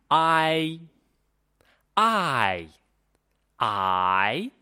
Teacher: 时间上呢，前面这个元音字母大概占了四分之三，后面那个一呢，要保持它的口型